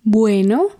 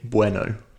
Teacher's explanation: Remember that test to see if something's a pure vowel is when you sustain the vowel sound? Well, with O, you can't really sustain it. It's two vowels. · Shown in: second take